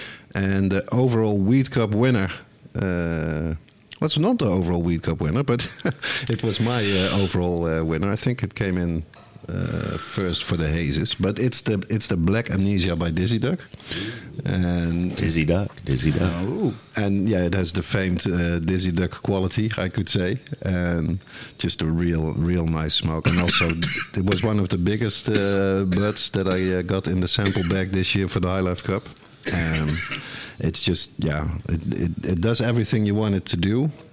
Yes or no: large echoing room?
no